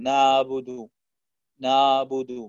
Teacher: حرف العين ينطقها بصوت عائم بين الألف المفخمة وبين حرف العين، وهذا لا يصلح.